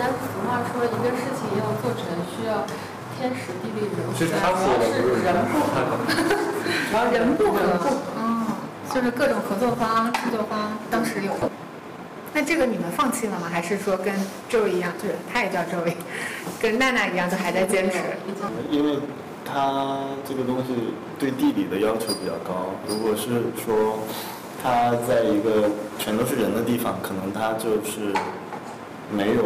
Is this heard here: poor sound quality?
yes